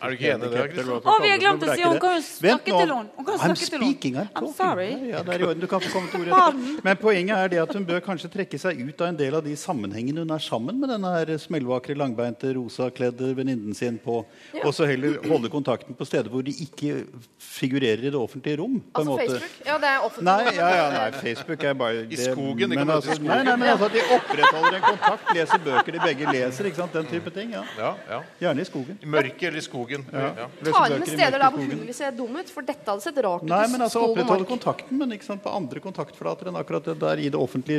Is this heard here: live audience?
yes